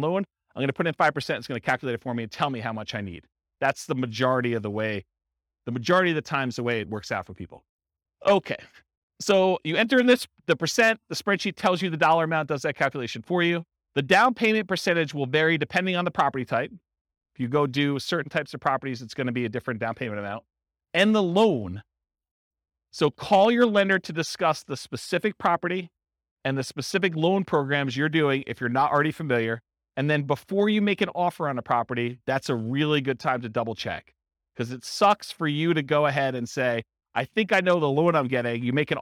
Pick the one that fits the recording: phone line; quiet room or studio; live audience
live audience